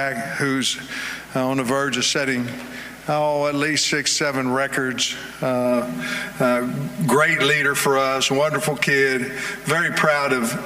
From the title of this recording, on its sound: live from the Podium at SEC Media Days